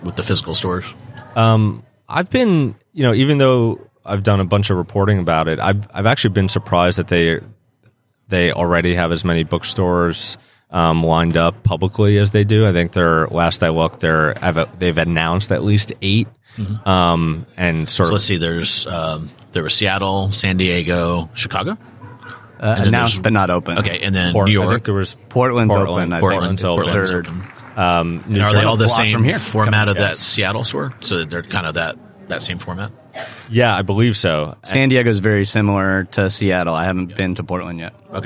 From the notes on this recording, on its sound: interview live from the NRF Big Show